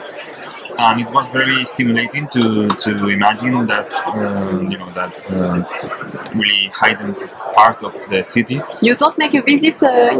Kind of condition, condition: setting, busy venue